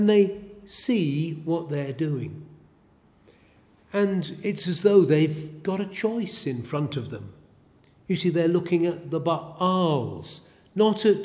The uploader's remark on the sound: A sermon preached at Elswick Parish Church.